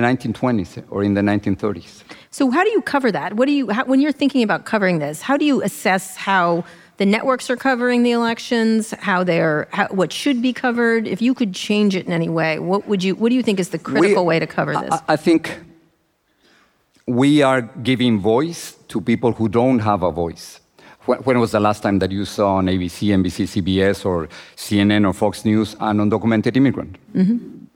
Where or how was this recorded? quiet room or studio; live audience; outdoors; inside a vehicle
live audience